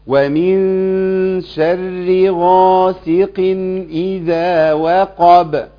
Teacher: القاف اللي هي بتاعت غاسق، القاف دي ضعيفه مش قويه، ما تعملش فيها تكلف، ماشي؟